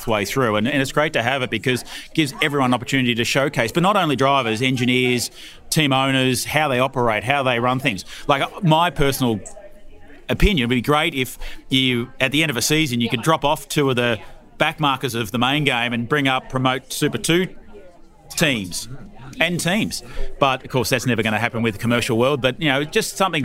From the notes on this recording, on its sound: Trackside at the iconic Highlands Motorsport Park on New Zealand’s South Island.